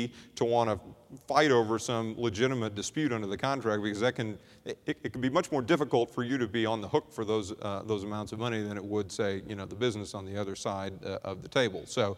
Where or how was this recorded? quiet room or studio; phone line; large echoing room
large echoing room